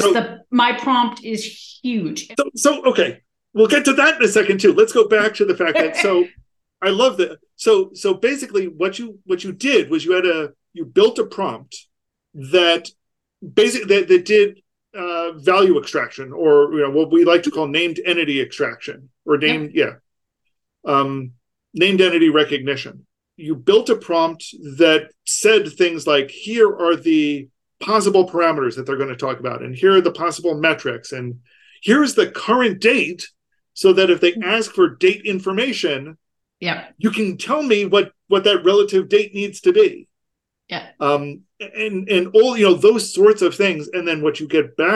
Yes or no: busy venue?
no